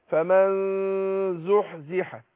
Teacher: فبخفي النون الواحده وبعدين اروح داخل على الحرف اللي بعدها، اقول فمن مع الغنه حركتين · Term: الاخفاء